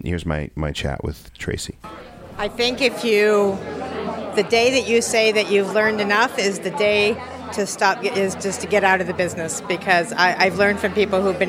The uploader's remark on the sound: On Location at the NACE Annual Conference Experience!